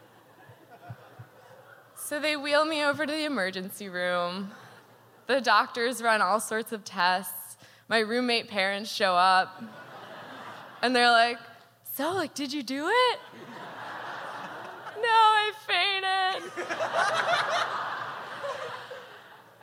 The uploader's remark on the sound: Told live on stage.